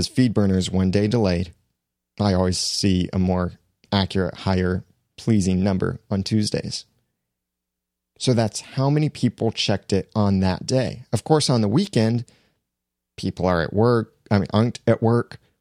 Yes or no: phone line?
no